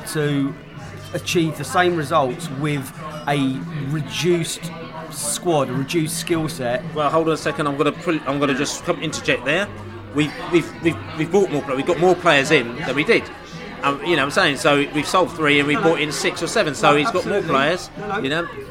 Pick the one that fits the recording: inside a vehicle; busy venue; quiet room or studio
busy venue